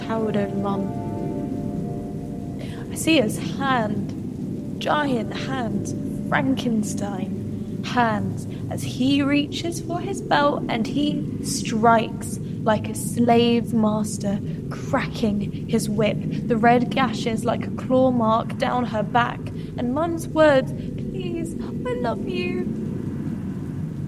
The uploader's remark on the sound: Yom Kippur night. There is a storm outside. By the light of a memorial candle.